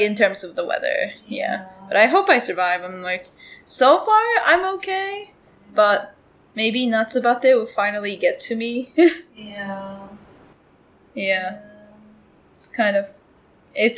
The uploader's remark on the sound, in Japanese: 今回音声クオリティ低めです。